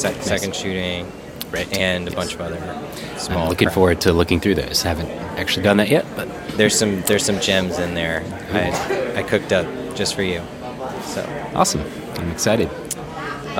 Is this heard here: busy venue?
yes